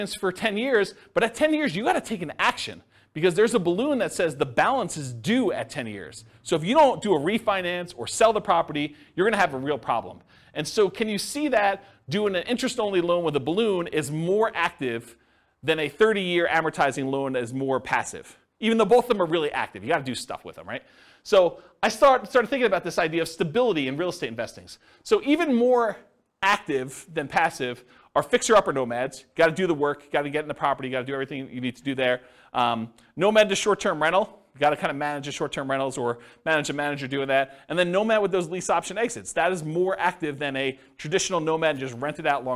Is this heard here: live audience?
yes